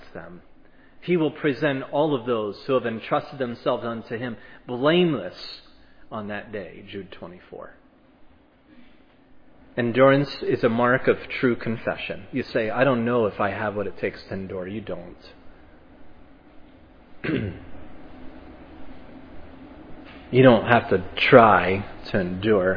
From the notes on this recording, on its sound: was preached at Providence Church